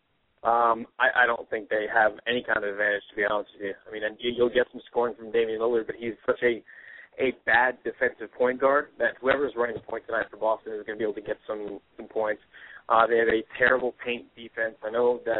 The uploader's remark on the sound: Of ESPN 1080 out in Portland will call into the show.